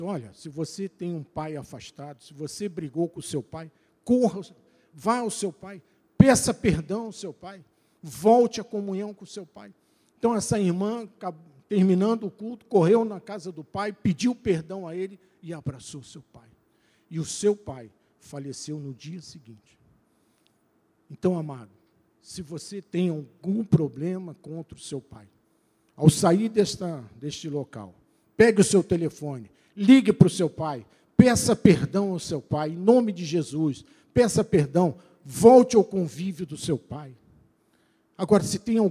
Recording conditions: large echoing room